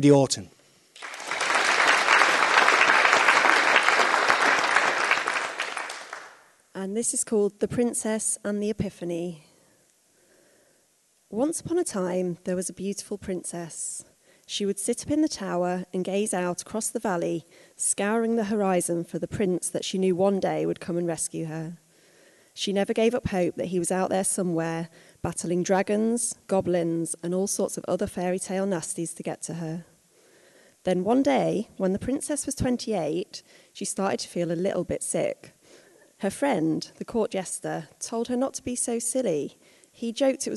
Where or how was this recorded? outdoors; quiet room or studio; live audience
live audience